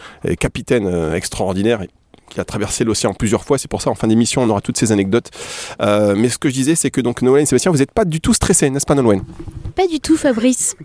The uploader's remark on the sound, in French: Une émission exceptionnelle, enregistrée en direct de l'archipel de Chausey en Normandie, à bord du Sagone, le bateau de récolte d'eau de mer du laboratoire Biothalassol .